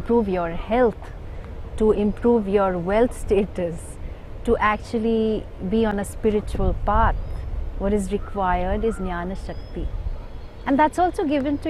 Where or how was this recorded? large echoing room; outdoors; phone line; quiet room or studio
outdoors